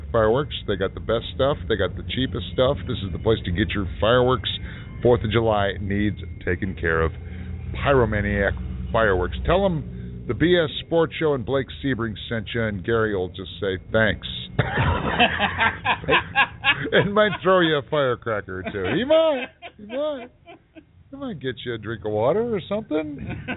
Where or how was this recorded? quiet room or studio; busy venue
busy venue